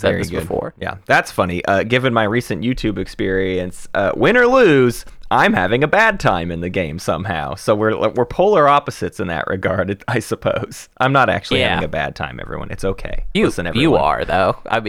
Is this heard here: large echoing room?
no